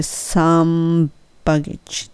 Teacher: some の時に m って閉じたまま b の音も一緒なんで some baggage でいけます